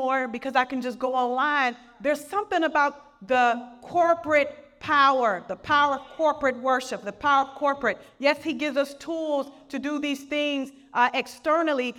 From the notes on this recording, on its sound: Message excerpt from Bethesda Women's Conference in Missouri